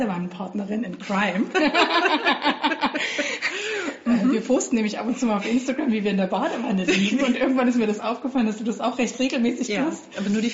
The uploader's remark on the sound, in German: Auch in diesem Jahr gibt es wieder einen Live-Podcast von der AnNäherung aus Bielefeld.